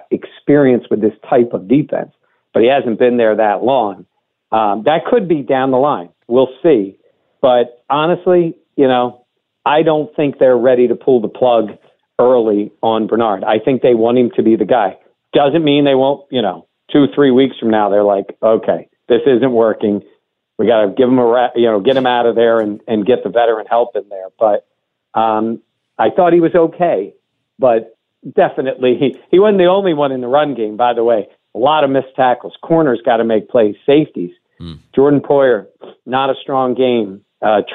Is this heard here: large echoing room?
no